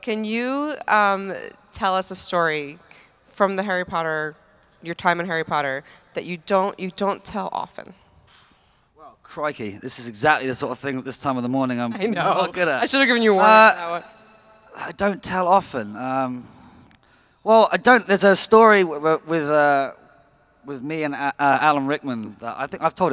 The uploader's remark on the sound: Live from LeakyCon 2019: Dallas. Answers audience questions!